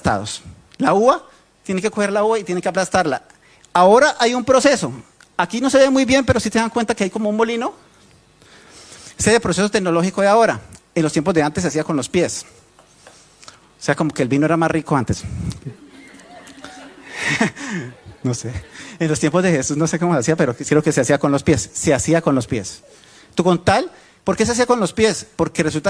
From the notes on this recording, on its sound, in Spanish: Tema originalmente presentado en vivo en la Reunión Familiar de Sydney